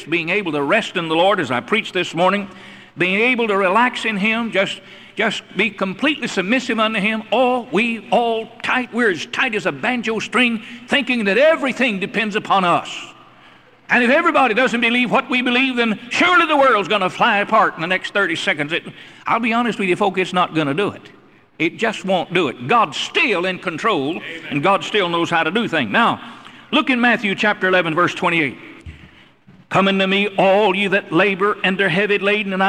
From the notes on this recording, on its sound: Originally preached at the Northside Baptist Church in Charlotte, NC in 1982.